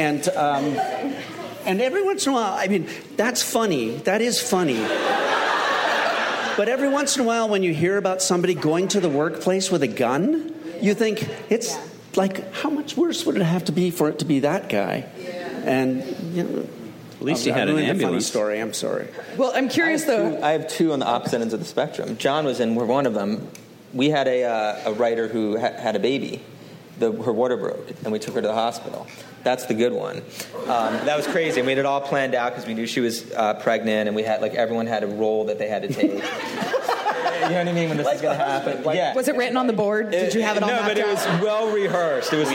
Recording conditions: busy venue